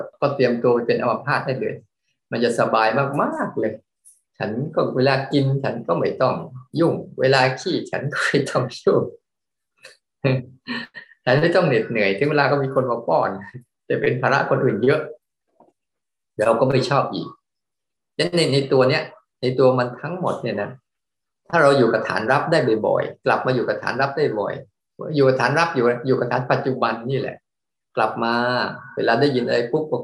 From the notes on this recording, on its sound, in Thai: เป็น 1 ใน 3 คอร์สออนไลน์ (ผ่านโปรแกรม Zoom)